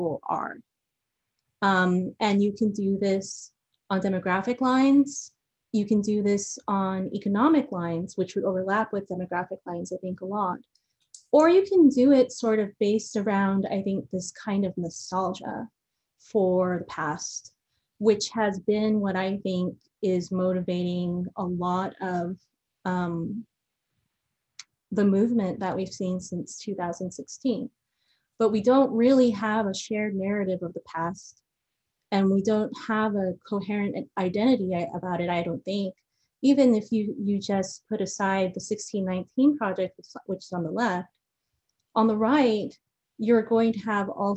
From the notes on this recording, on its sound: This is a recording of our virtual event